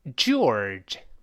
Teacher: 先读 “o”，不勾舌，然后再勾舌尖儿 “or”